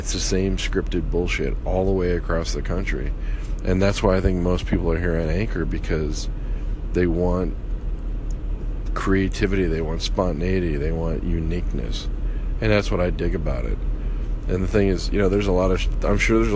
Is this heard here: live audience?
no